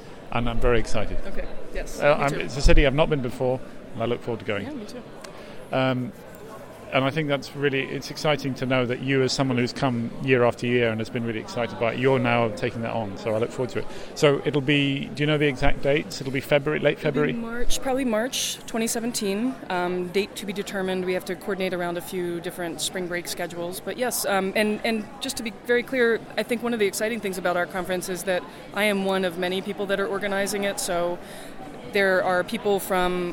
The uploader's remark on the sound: Live from day two of NCBDS 32. Special "live" conference podcasts from the 32nd National Conference on the Beginning Design Student (NCBDS) hosted by Cal Poly San Luis Obispo.